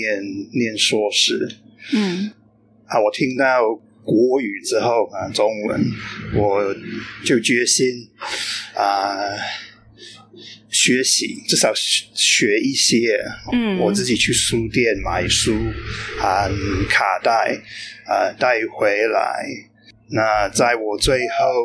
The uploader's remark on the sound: This interview was recorded in a cafe so the audio quality isn't as good as usual. PS, 這集訪問是在外面錄的，所以音質沒那麼好. Special thanks to 存憶 Cafe Bar for letting us record there.